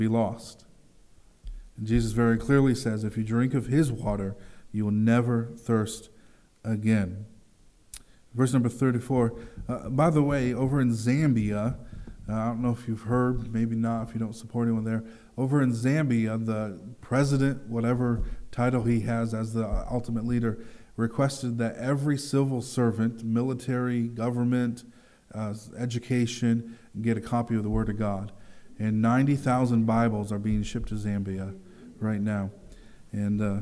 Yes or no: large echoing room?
yes